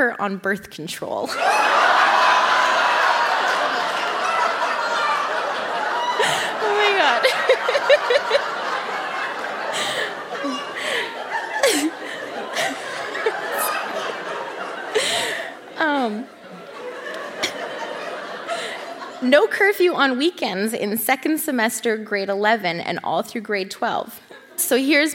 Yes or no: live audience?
yes